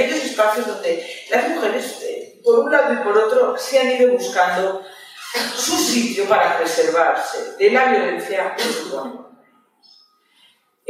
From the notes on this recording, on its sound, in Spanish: Os dejamos el audio de la charla-tertulia organizada por Lunes Lilas y ANAS (Escuela Social). Es una de las actividades enmarcada en el homenaje a Nagore Laffage.